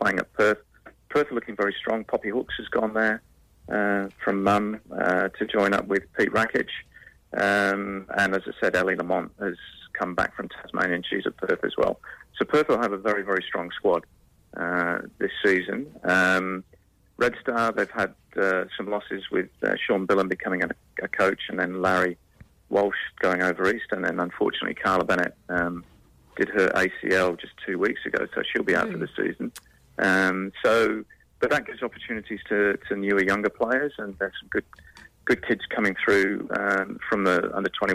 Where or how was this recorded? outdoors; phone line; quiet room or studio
phone line